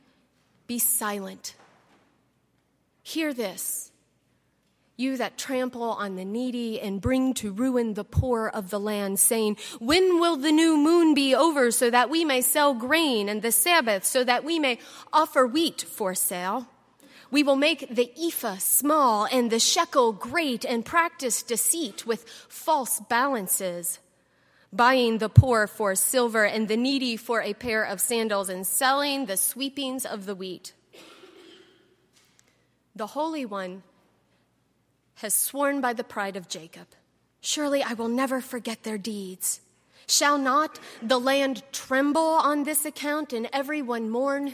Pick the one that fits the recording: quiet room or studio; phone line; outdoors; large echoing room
large echoing room